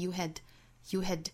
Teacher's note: had 后面的 d 就略掉了